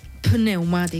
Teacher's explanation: en pneumàtic no pronunciaríem la P